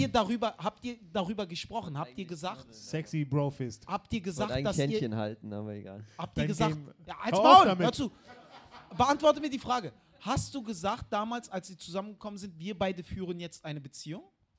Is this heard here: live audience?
yes